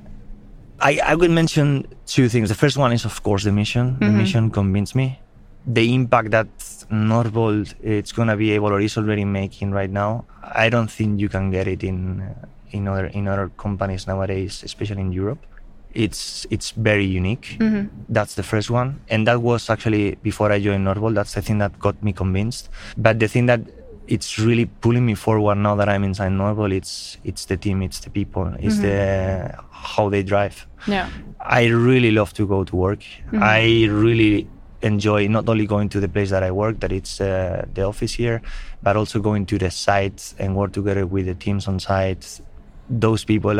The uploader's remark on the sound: Welcome to this live version of 'Brainpod'. This episode was recorded during Engineering Day 2023 in Stockholm on November 23rd.